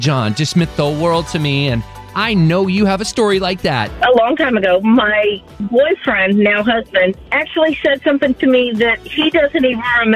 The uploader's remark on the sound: Listeners call in with some fascinating stories. 94.9 KLTY.